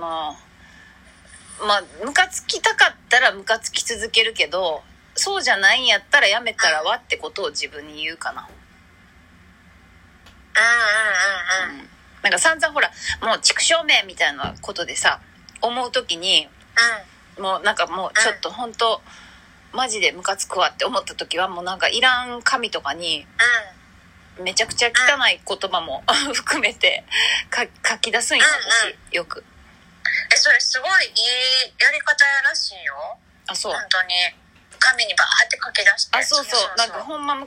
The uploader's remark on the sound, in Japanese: LINE電話をボイスメモしたのを配信してるため、音質良くなかったりするのはご了承ください。